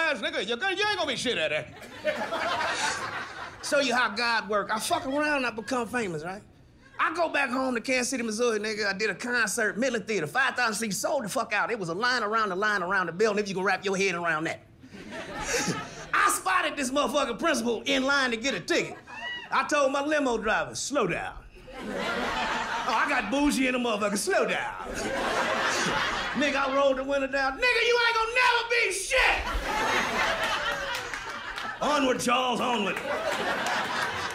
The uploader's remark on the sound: inside The Sayers Club at the historic and Iconic Sahara Hotel and Casino in Las Vegas